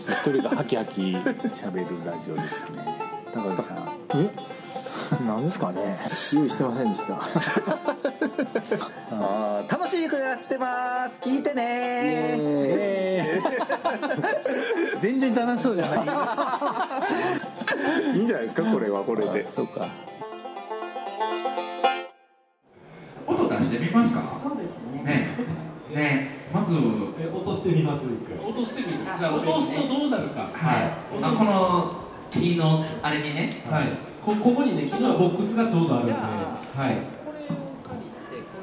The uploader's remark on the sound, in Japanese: 今回も特別編として、2018年春に開催された、文具と紙と暮らし市での、ホジラジ公開収録の模様をお届けします。